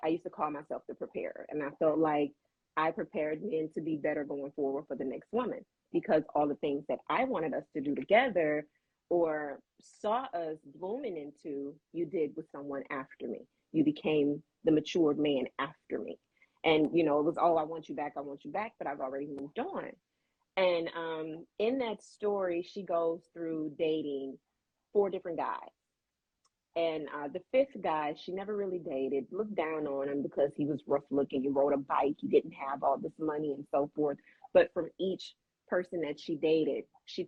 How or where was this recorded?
video call